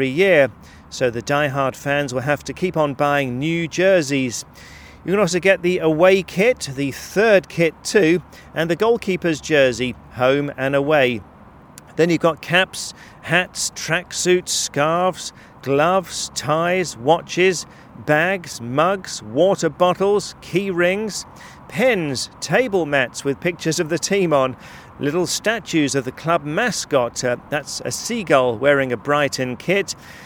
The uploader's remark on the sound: This week’s show comes to you from the Amex Stadium in Brighton in the UK